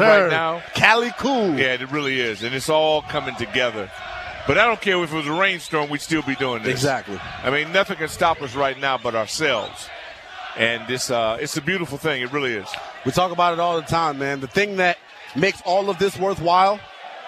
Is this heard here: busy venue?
yes